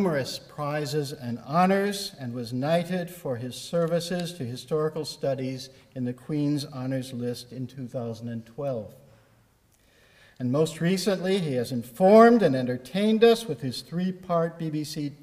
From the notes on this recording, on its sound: Recorded Monday 23 April 2012 at St Cecilia's Hall, Edinburgh.